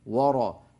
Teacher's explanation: فتفخم الواو بسبب مجاورتها للراء المفخمة